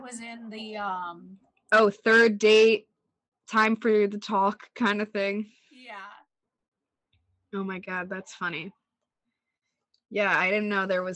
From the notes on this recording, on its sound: Also, we just got new microphones and the audio is a little wonky in this one.